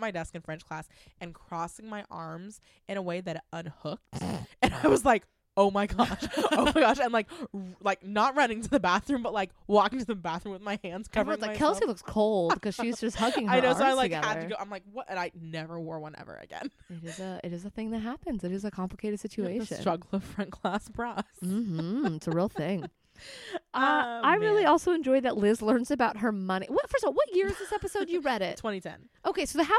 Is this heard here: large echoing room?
no